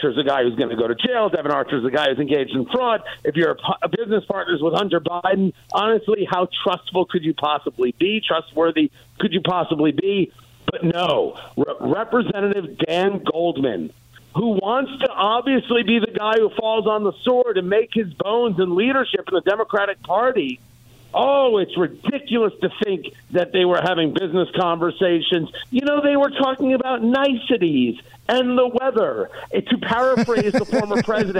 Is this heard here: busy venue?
no